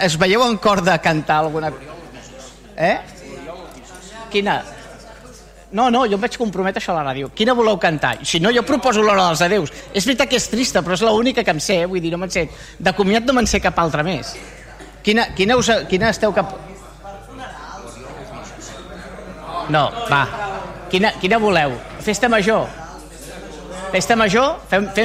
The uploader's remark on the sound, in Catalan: Transmissió en directe del Ple Municipal de l'ajuntament de Vilassar de Mar